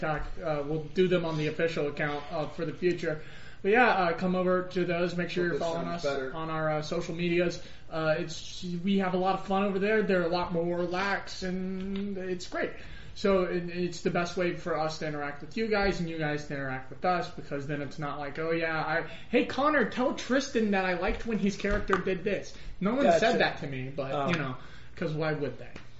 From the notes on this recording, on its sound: We have managed to scrape together a ear-piercing, echoey but very pretty and exciting session of DND!